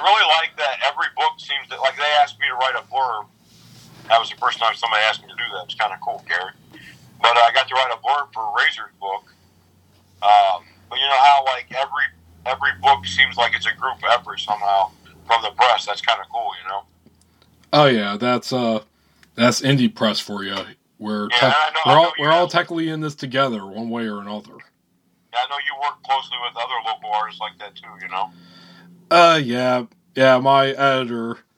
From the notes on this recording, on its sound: Recorded via phone in Grand Rapids, Michigan, and Toledo, Ohio.